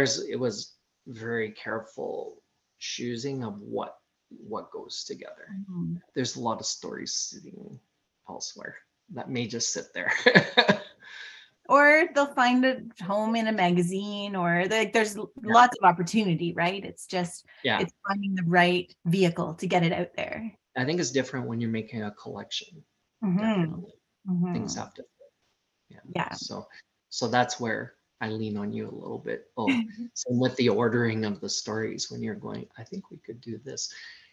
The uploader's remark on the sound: Recorded over Zoom so the sound is a bit choppy